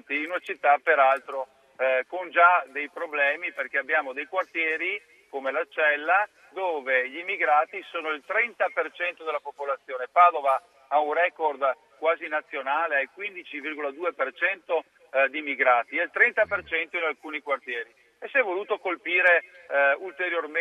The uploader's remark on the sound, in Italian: in diretta dal Centro Baobab di Roma